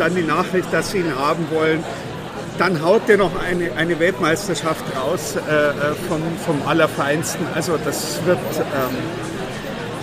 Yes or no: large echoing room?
no